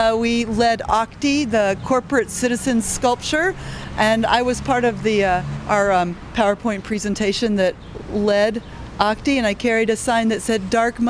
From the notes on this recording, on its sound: Voices in the Street. Tuesday’s 4th of July holiday boasted splendid weather and the opportunity to watch Bloomington’s annual downtown parade.